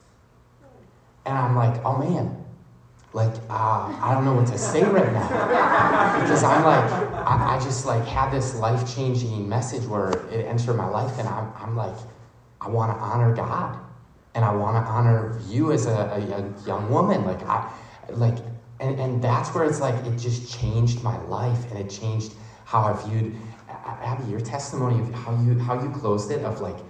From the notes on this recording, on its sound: The audio recording from their message speaking to college students in St. Paul, Minnesota at a campus ministry called Chi Alpha on the University of St.